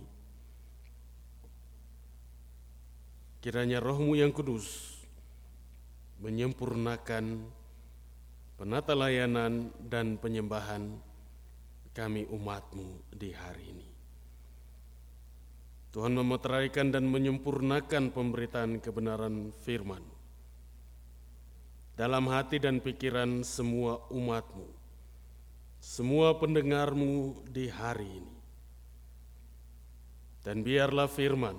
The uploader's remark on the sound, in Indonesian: Khotbah dan Doa Syafaat rekaman ibadah Minggu Pagi tgl 22 Januari 2023.